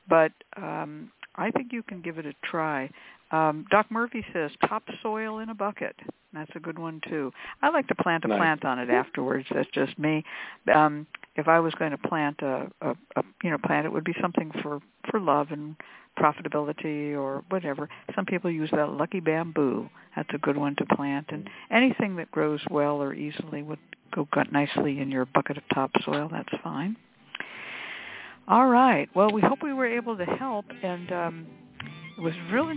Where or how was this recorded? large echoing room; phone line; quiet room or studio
phone line